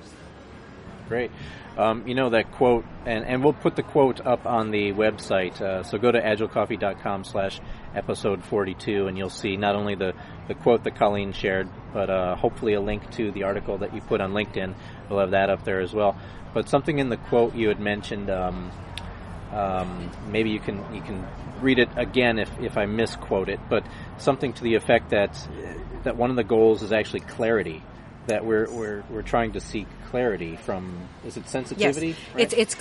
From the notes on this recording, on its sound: outside a Coffee Bean and Tea Leaf in Irvine